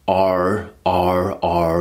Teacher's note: You must always curl your tongue on when you're creating an R sound. For the majority of American accents, not for all of them, not so much for New York, but curl the R. Because in England, we don't really curl our R's so much.